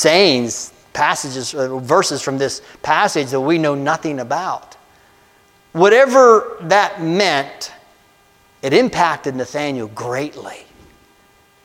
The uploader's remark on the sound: a message I delivered on Jan 14, 2024 at Amity UCC in Meyersdale, PA